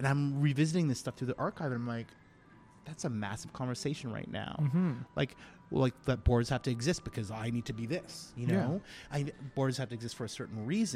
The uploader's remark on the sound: Recorded: Thursday, March 7, 2019 at 11:30 am (EST) at Paintbox Bistro